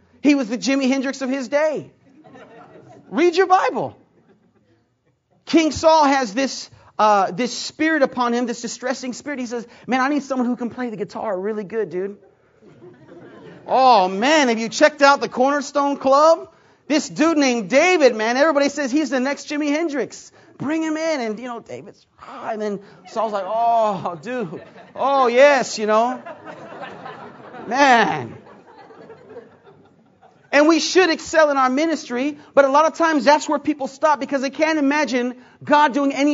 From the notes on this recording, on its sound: Preached at McMinnville Conference 2009